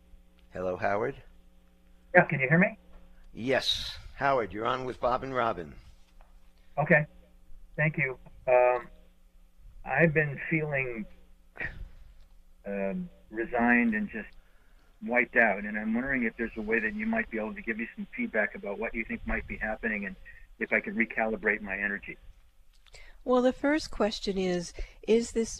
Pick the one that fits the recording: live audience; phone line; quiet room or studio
phone line